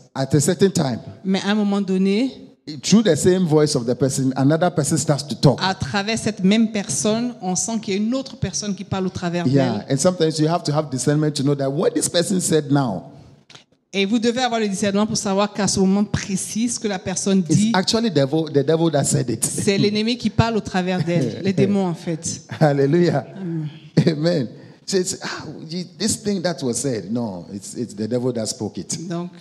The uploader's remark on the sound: Preached during Joyful Hour Sunday Service Rabat